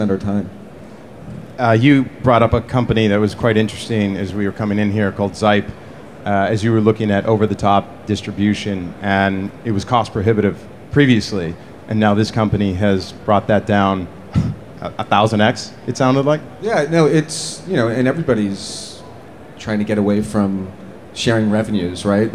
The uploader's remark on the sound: broadcasting live from the event floor at the NAB conference in Las Vegas Nevada!